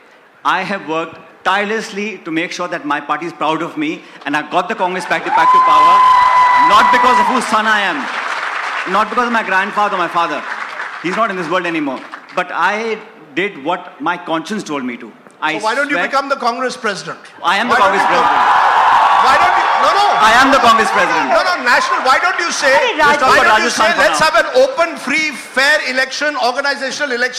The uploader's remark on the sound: A live session from #JaipurLitFest2020.